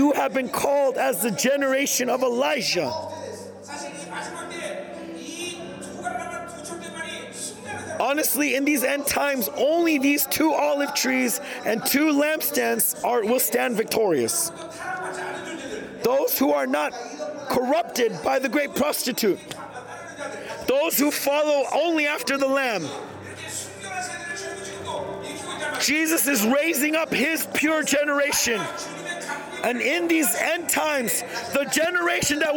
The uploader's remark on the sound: Global Remnant Conference. Conference sermon.